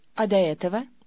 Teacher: IC4 is characterized by a low, rising tone.